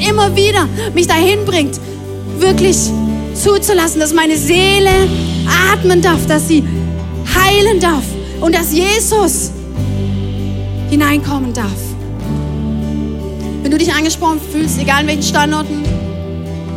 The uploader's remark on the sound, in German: Audiomitschnitt der Predigt